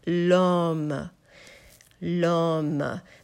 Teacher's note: But you will not emphasize it. You will give more stress to the first part of the word, lom. Lom. Then the third time you say lom, you will not pronounce that E at all.